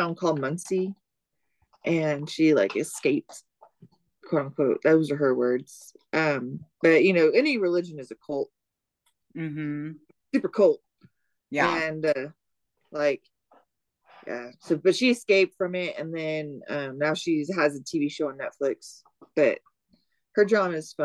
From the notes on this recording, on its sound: WIFI issues.